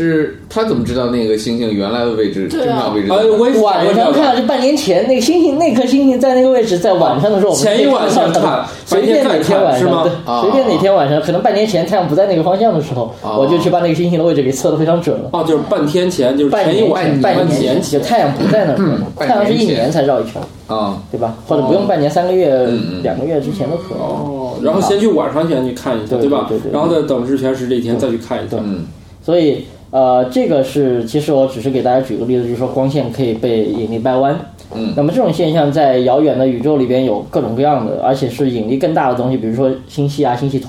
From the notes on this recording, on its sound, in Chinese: 本期节目为在张大妈办公区用录音笔录制，可能有街道上的杂音，请见谅。